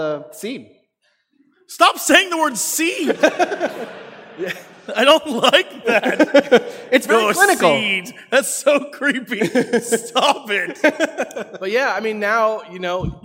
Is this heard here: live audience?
yes